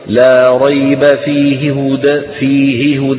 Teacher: وله الروم، الروم يقتضي فك الإدغام، لا ريب فيه هدى فيه هدى للمتقين، تبقى الهاء والهاء منفصلتين عن بعضهما ولكن يسرع قليلا ويخفض الصوت في الهاء الأولى